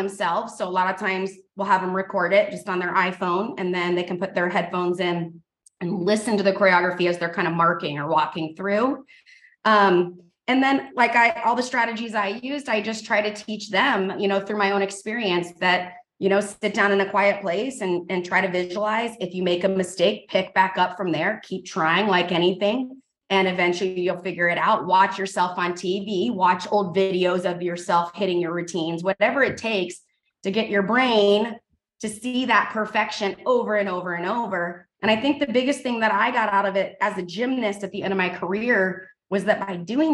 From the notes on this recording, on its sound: In this live 55min group coaching call.